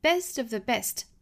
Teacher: the best, da da da da da dada。好像是山峰一样连绵起伏的 best of thebest，两个 best 都要做重读